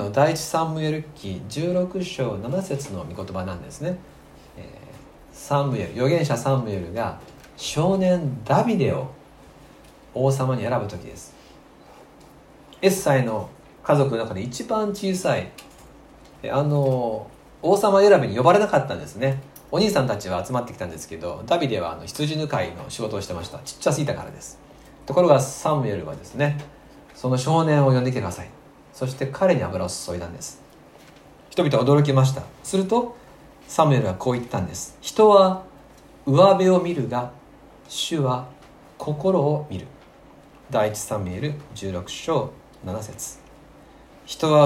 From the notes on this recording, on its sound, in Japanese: 吉備教会礼拝メッセージ録音